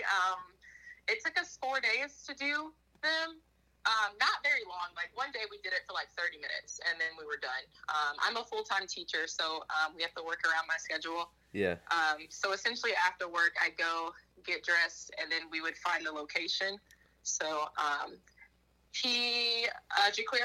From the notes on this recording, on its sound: Burnt the phone lines to have a conversation.